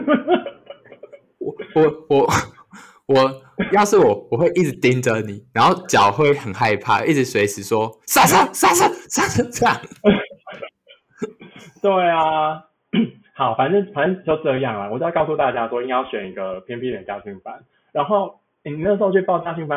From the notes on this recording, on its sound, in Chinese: 這集音質不知道出了什麼技術性的問題所以有夠爛